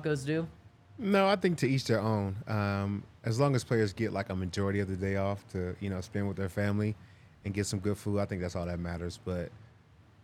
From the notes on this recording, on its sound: coming to you LIVE from the DNVR Bar